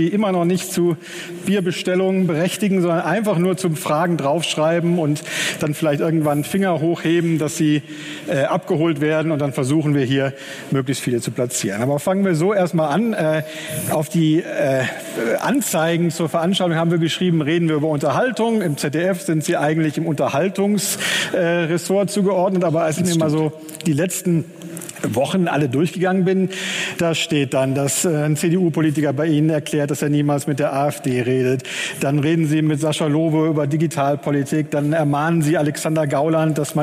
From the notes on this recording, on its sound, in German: Nun war der Moderator zu Gast in Augsburg: Im Live-Interview. Und zog das Publikum mit Geschichten über seine Expeditionen in den Bann. Das ganze Gespräch der Reihe "Augsburger Allgemeine Live".